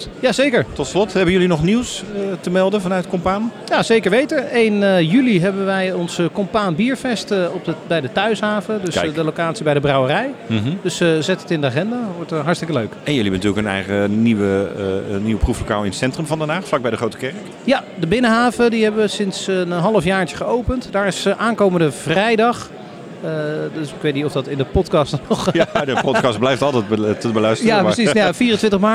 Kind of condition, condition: setting, busy venue